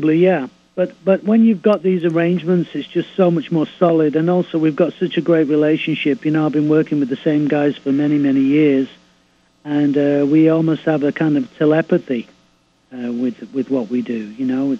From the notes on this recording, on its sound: called in for a chat